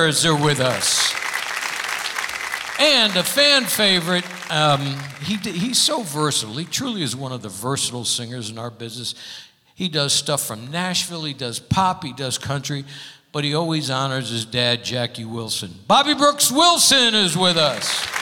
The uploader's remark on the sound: Live at the South Point Casino